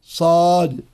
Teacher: والصاد حرف قوي لأنه حرف مطبق مستعل فيه صفير وهو مهموس، فيجب على القارئ أن يلفظ بها أي الصاد مفخمة كما يلفظ بها عند تقطيع الحروف، تقول أليف الباء التاء، تقول الصاد صاد، إذا قلت نون صاد.